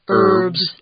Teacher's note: in the United States, we often just say herbs without the H. No H.